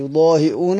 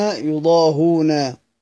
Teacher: سيدنا عاصم بيقرأها بالهمز، وباقي القراء بيقرأوها بدون همز. يضاهئون يضاهون، عاصم سيدنا عاصم بيقرأها يضاهئون، وباقي القراء بيقرأها يضاهون يضاهون هكذا.